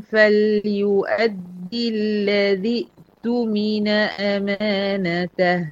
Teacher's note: من الدال المكسورة على اللام بتاعت الذي على طول، مفيش يه